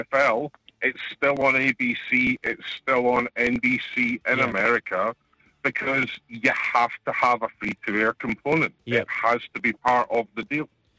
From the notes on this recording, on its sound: takes calls and texts